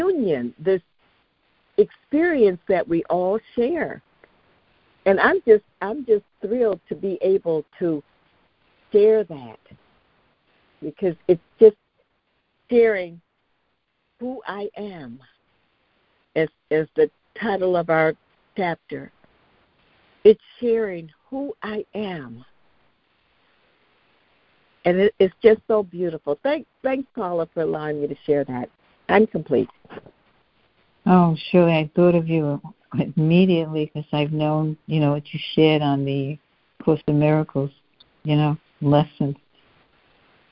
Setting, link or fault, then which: link, phone line